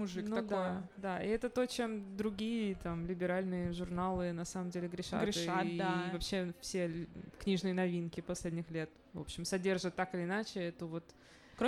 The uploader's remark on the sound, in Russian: Открытая запись подкаста «Горячая ультрасовременность» о тонком литературном журнале «Незнание» прошла на трехлетии курсов WLAG (Write Like a Grrrl)в баре «Ровесник» (Москва).